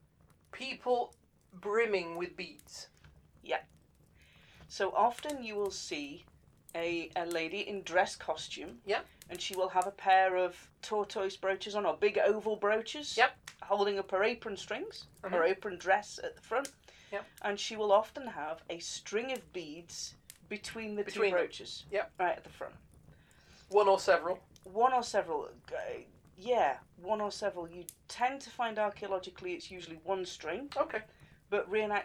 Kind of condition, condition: fault, sounds in the background